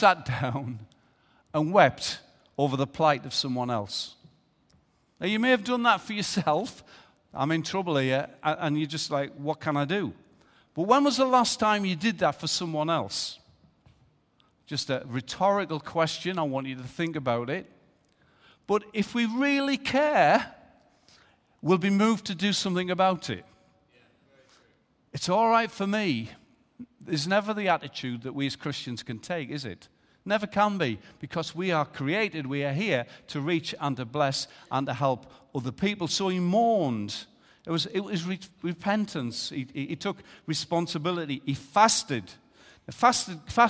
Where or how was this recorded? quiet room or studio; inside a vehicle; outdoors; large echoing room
large echoing room